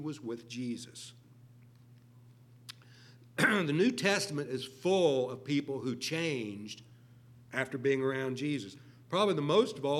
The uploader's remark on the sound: LIVE Services at Sunshine